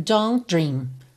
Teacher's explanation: Aqui você repara que nem houve o T de don't, vai direto don't dream. Consoante oclusiva que pode aparecer mais, menos ou nada.